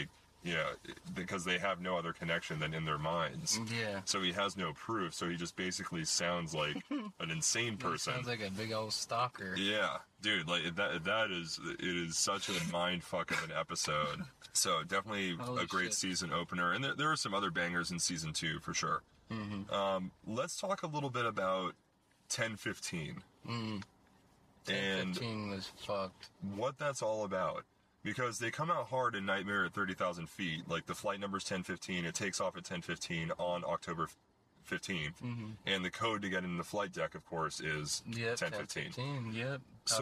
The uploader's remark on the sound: at the Kelly’s Olympian open mic